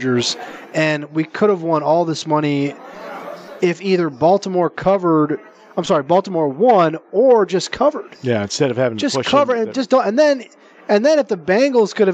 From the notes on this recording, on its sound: Live From the Superbook at the Westgate Las Vegas